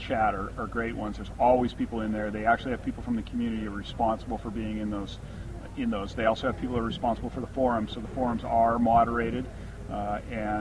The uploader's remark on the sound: All week we are airing the interviews that were recorded at the Linux Fest Northwest. At a picnic table outdoors.